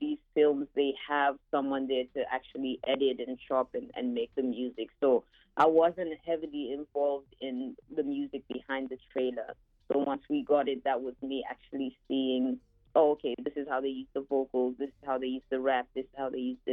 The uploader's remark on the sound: Called in from the road. This interview aired on Vocalo Radio 91.1 FM.